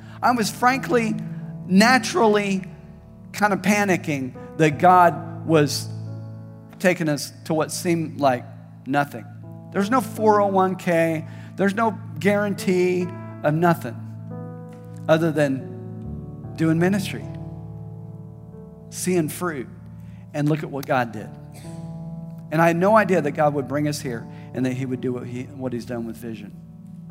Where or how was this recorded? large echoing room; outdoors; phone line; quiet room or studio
large echoing room